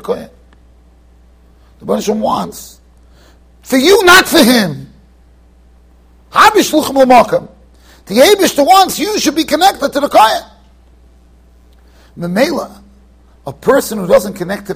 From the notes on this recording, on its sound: Shiur recorded in Yeshivas Ohr Reuven, Monsey NY.